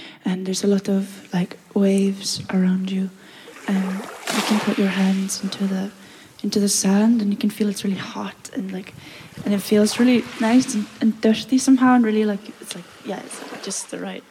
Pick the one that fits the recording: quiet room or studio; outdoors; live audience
outdoors